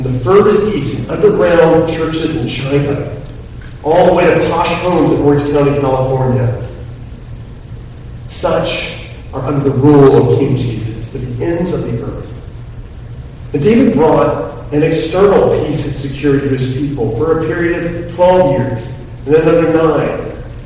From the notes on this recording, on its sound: The audio for this particular message is below average.